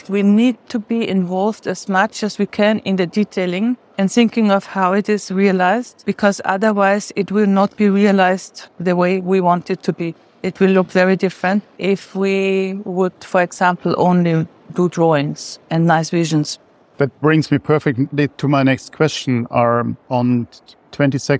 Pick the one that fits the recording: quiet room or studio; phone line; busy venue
busy venue